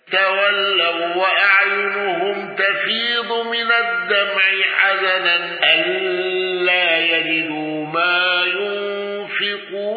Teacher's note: بتوسط المنفصل وسكون ميم الجمع